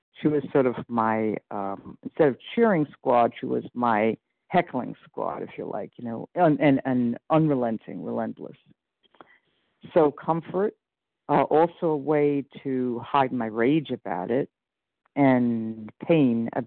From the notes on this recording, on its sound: 100 Pounders Phone Meeting, 3/26/23